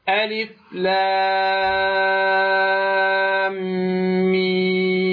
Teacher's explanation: مثقل، فتقول ألف لام ميم، فعندنا حصل في نهاية اللام إدغام الميم عند النطق باللام